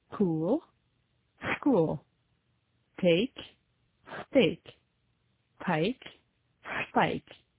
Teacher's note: Quand en français, il n'y a pas d'émission d'air, pas de souffle, après les consonnes T, T et K. En anglais, ces consonnes sont suivies d'un souffle, d'une légère explosion, sauf lorsqu'elles sont précédées de S.